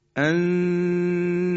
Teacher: ما جوری تلفظ میکنیم که نون رو مخفی میکنیم اما در ابتدای مخرج تید و نقطه هستیم. اما تید و نقطه رو هم در اون حالتی که دو حرکت قنه رو انجام میدیم تلفظ نمیکنیم، در ابتدای مخرج تید و نقطه میمونیم بعد تلفظش میکنیم به این شکل انتم. · Term: اخفا